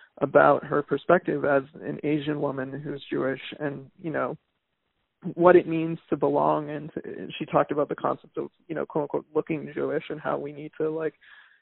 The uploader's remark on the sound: chats on the phone